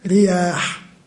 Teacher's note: لما تنطق بكلمة رياح، الراء المكسورة والألف الممدودة، وتمدها حركتين، تمد فمك بحركتين، تلحظ فيها معنى الرخاء وليس شدة.